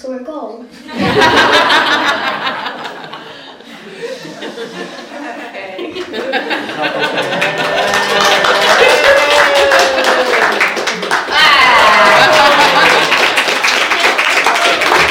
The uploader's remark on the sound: Followed by a Q&A session with the audience.